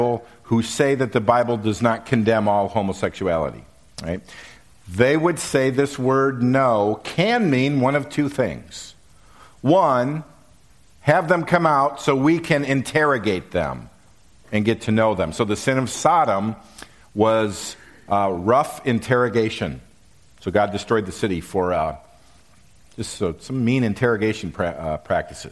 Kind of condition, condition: setting, large echoing room